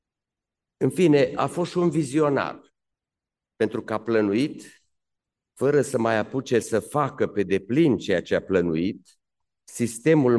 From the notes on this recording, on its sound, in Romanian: Înregistrare din Aula Academiei Române.